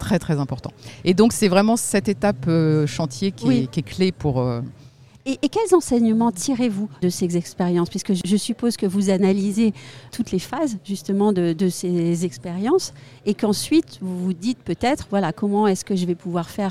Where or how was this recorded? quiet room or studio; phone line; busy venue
busy venue